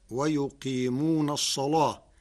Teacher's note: قرأ ورش كلمة الصلاة بتغليظ اللام لوقوعها بعد صاد مفتوحة